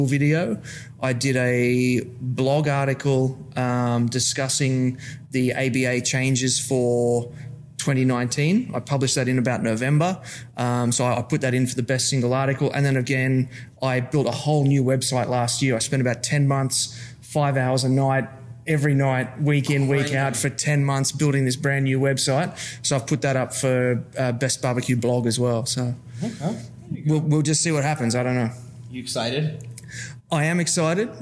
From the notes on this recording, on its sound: NBBQA Conference - Day 1. In this episode, you’ll find a collection on interviews I recorded on the Thursday - the first day of the conference sessions.